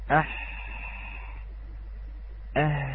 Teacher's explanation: بالاحتكاك، أي ليس هناك اصطدام جسمين حقيقة، وإنما هناك تضييق · Term: الحروف الاحتكاكية